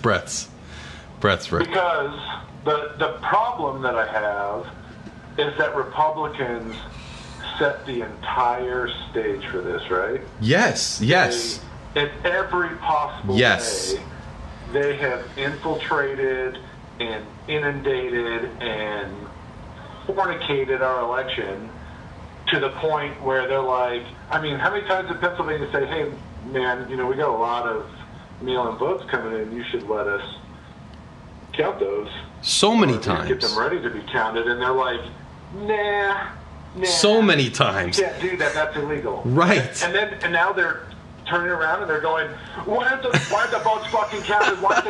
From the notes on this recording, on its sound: Various callers, including usual guests and others call in to discuss their feelings and frustrations. Music keeps playing....